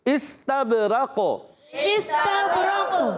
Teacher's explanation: قاف ساکن ہو جائے گا. وقف کی صورت میں قلقلہ ہوگا